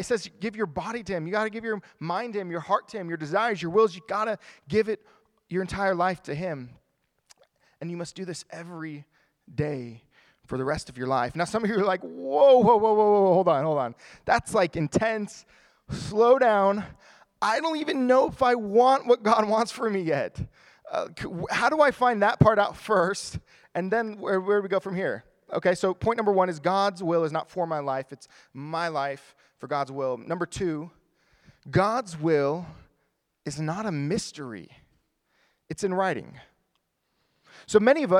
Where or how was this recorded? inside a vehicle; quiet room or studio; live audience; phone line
live audience